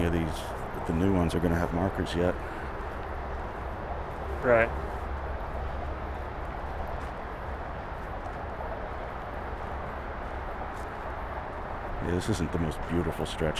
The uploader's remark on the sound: We go on a walk through Old Calvary Cemetery